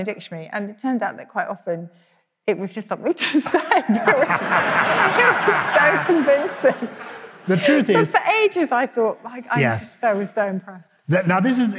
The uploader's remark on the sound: Recorded live at the first of our London shows at the Cadogan Hall.